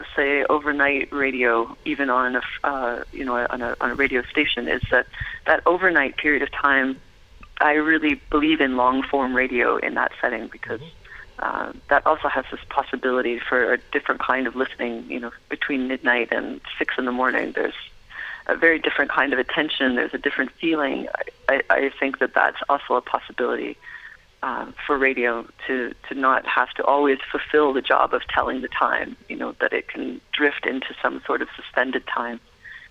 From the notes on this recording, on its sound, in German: Am Telefon, als sie gerade Santa Cruz (Kalifornien) unsicher machte.